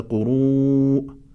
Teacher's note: ويمد الواو المدية بمدى التوسط على الأقل